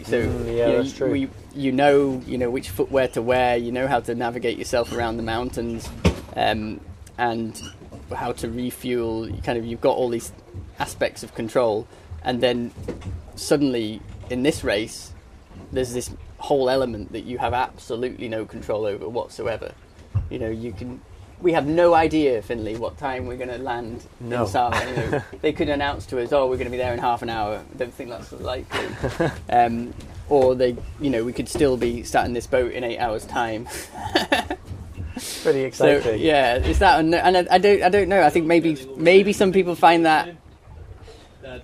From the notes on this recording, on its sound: While racing on the boat Opportune in the 2023 Scottish Islands Peaks Race. We recorded the episode while sailing on Opportune.